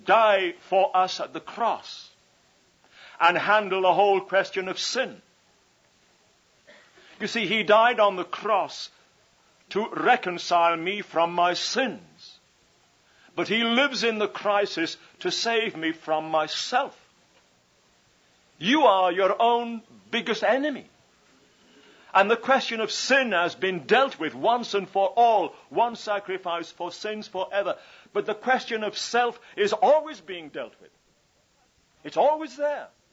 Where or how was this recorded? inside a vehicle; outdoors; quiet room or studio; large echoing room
large echoing room